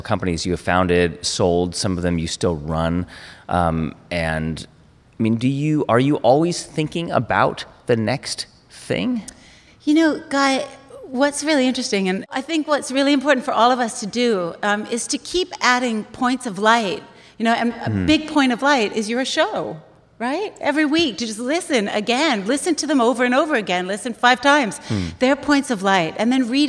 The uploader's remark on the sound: Live From The HIBT Summit